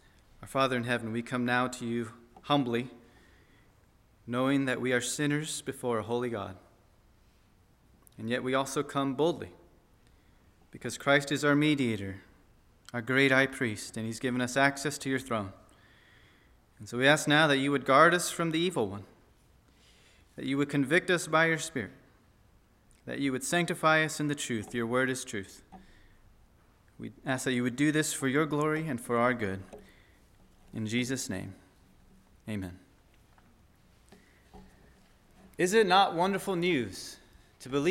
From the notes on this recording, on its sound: At First Baptist Church in Delphi, Indiana.